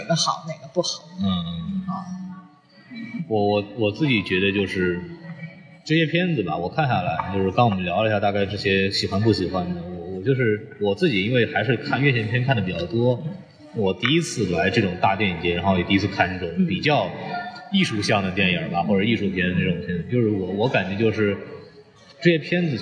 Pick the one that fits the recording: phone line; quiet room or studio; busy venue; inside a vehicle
busy venue